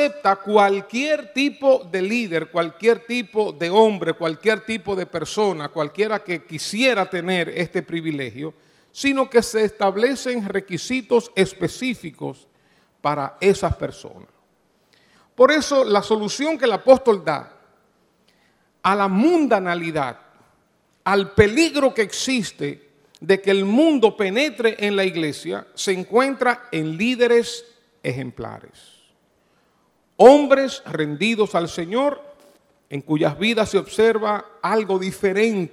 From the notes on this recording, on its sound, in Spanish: Grabado en Iglesia Cristiana Inc.